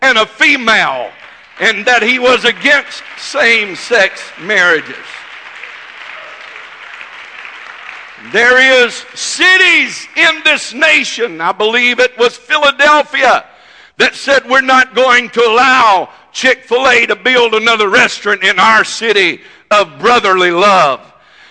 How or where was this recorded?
large echoing room